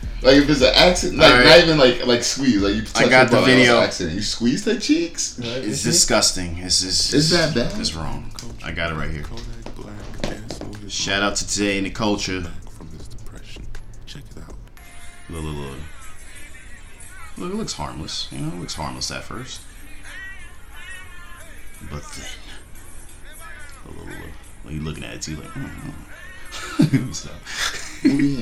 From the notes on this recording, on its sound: WE RAN INTO SOME ISSUES WITH THE CAMERA MICROPHONE